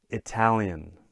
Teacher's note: in this case, the second syllable gets a stress